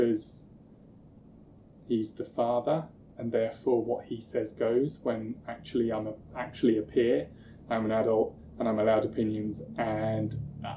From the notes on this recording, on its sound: I apologise for the audio, it was recorded before I knew how to manage proper audio, but the content is still good!